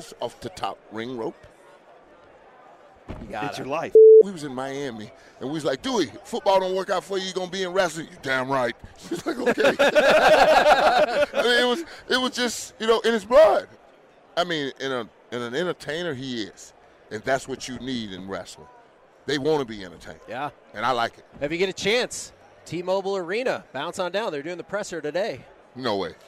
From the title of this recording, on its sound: LIVE from Radio Row